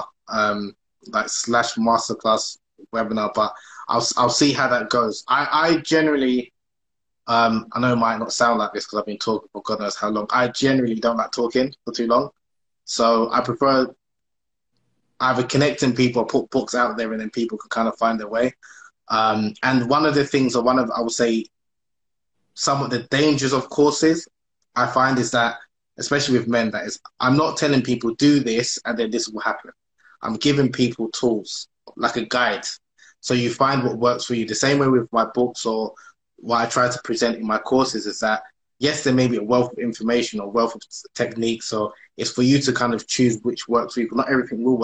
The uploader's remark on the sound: on Instagram Live